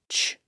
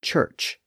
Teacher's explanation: It's the sound we hear at the beginning and end of the word church. It's a voiceless sound, so the vocal folds are open and silent when we make that sound. · Term: CH sound